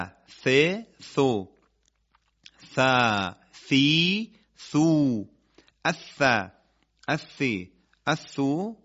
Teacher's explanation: اما حرف ثا، ثا همونطور که گفتیم از تماس نوک زبان با لبه دندانهای ثنایای بالا بدون ارتعاش تارهای صوتی تلاوت میشه که سطح زبان به صورت کاملا مسطح و بدون شیار در واقع به لبه دندانهای ثنایای بالا برخورد میکنه و چون نوک زبونی هست دیگه بوی حرف سین نمیده · Term: نوک زبانی